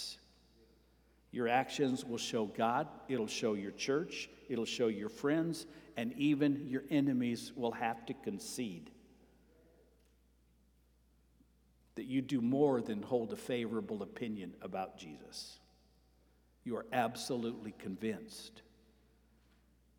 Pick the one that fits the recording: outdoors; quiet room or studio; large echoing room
large echoing room